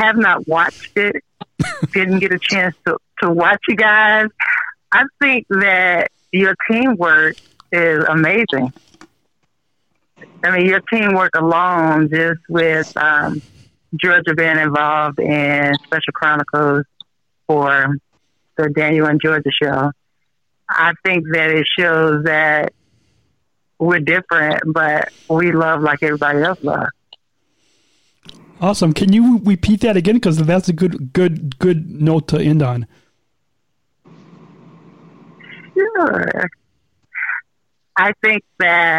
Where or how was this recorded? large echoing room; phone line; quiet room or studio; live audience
phone line